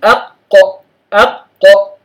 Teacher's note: فعند القاف نجد أن طائفة من اللسان ترتفع، لكن ليس اللسان بالكلية ولا ينحبس الصوت بين اللسان والحنك الأعلى · Term: الانفتاح